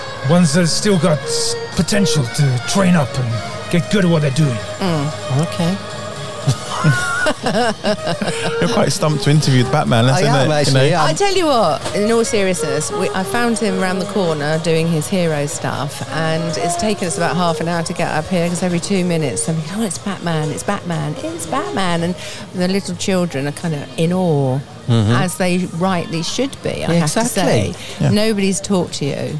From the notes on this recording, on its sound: Collectively Camberley Car Show 2021. Were out and about on this special day in Camberley with the microphones and cameras, catching the atmosphere of the day, with the sights and smells that make up this annual event in the town.